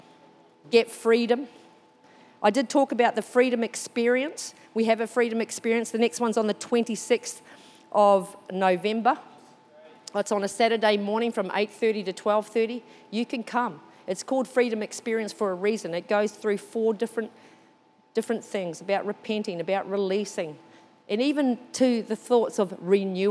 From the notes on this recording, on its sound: This was recorded during our 9am service on the 6th of November 2022